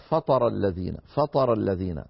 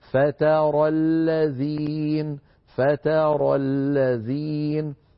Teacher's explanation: فلا يصح تفخيم التاء بسبب مجاورتها للراء، لابد أن تبقى مرققة · Shown in: second take · Term: التاء مرققة